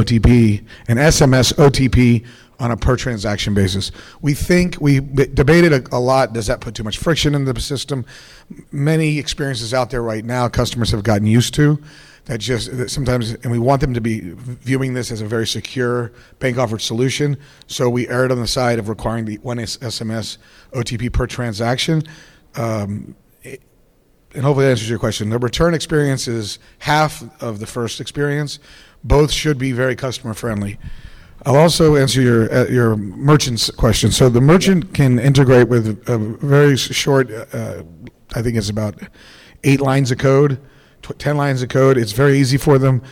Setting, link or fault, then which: setting, busy venue